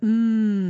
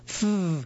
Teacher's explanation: You'll feel that mmm sound causes your vocal cords to vibrate. The F sound f doesn't. That's a voiceless sound.